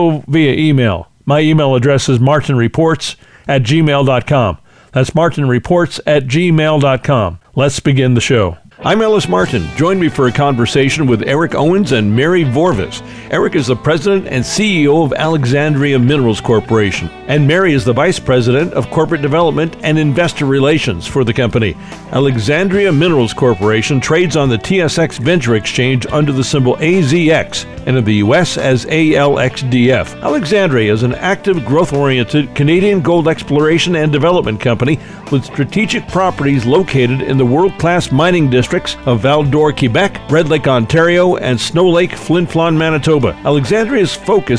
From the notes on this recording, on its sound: ventures out to Toronto for the Prospectors and Developers Assocation of Canada;s (PDAC) premiere mining conference